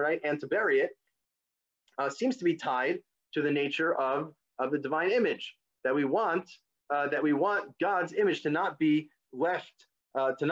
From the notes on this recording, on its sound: This audio was originally captured from Zoom